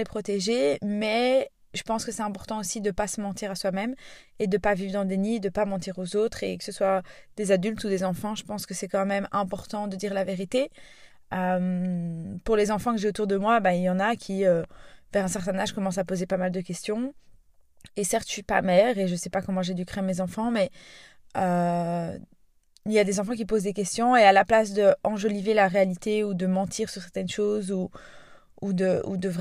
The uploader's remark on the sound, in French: J'ai donc sorti mon micro portable et enregistré cet épisode dans ma voiture